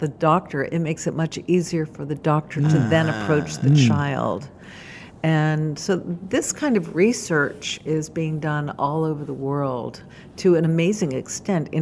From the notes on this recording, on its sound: In this episode we record on location at Hales Ales